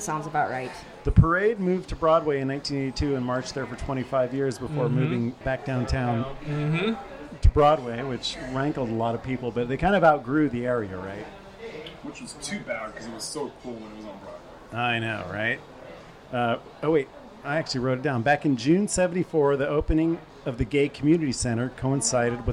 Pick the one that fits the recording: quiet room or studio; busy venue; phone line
busy venue